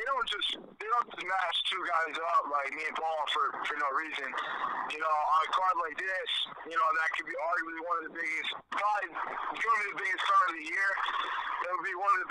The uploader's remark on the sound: Bellator MMA held the Bellator 170 media conference call with fighters from the Bellator 170 fight card.